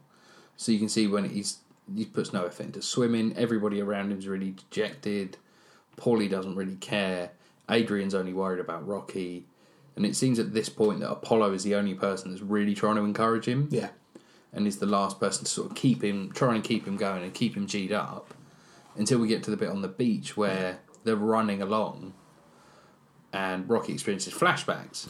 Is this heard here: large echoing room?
no